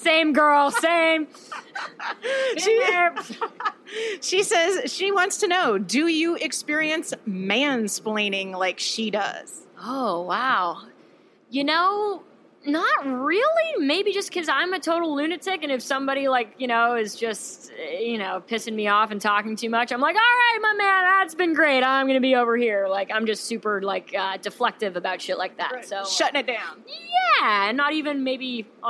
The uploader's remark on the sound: Hosting this backstage chat on the Tito’s Tour Bus at the Hogs for the Cause festival in New Orleans. Special thanks to Tito’s Handmade Vodka for hosting this backstage chat on the Tito’s Tour Bus at the Hogs for the Cause festival in New Orleans.